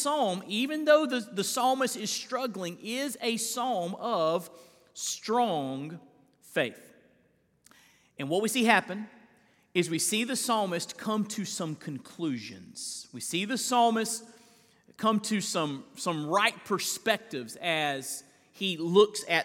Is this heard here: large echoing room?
yes